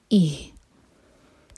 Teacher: اور یہ ہا سینے سے نکلے گا